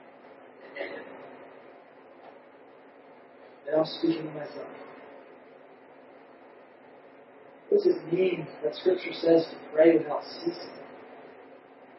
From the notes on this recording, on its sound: We apologize for the poor audio quality. We are working out the kinks in some new equipment.